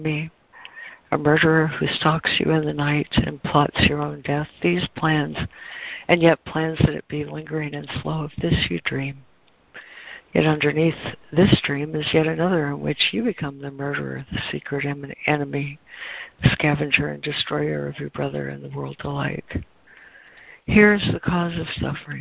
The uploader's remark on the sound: ACIM Daily Conference Call